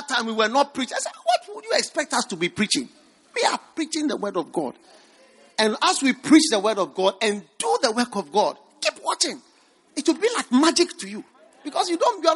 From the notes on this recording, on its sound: Preached at the First Love Gathering Service.